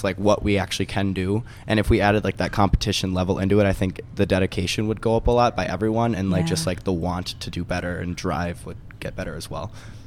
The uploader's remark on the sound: sat down with the group at the 2019 Port Washington Acapocalypse Festival